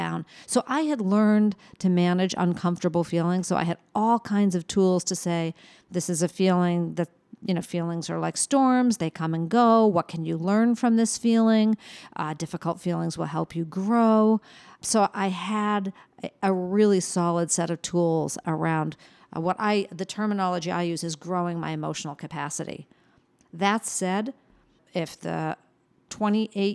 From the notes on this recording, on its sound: at the 2023 White Privilege Conference in Mesa, Arizona.